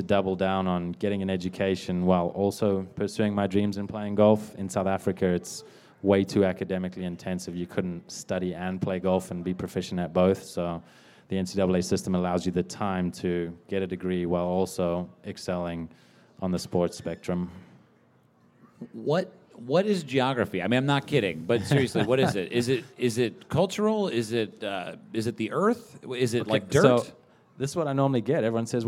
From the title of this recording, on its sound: LIVE from the Chase Sapphire Cardmember Club